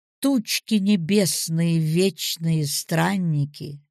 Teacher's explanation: Дактиль – ударение на первый слог.